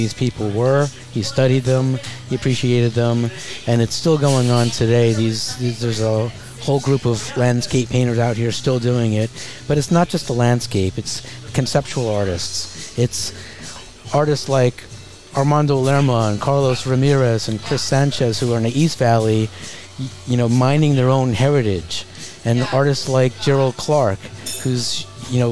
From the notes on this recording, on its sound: Recorded live at the center of the Coachella Valley, Skip Paige’s Little Bar .